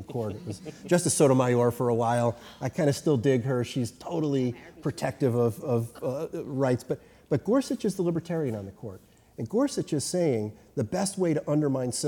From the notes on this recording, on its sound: The entire BSP crew assembles for a live taping. Followed by audience questions.